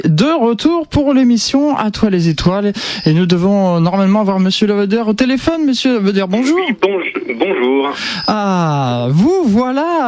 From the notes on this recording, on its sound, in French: Photographe (par téléphone)